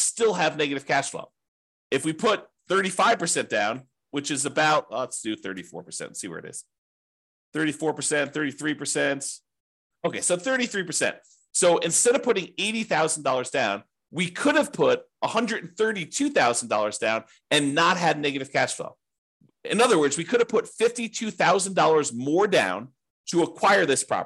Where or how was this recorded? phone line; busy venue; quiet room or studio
quiet room or studio